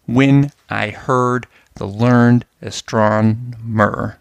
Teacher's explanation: The first and last lines use two traditional but distinct rhythms. The opening line about the astronomer is in trochaic pentameter, which emphasizes the first, third, fifth, seventh, and ninth syllables. "When I heard the learned astronomer." Moreover, the line lacks the unstressed tenth syllable, which is a technique called catalexis.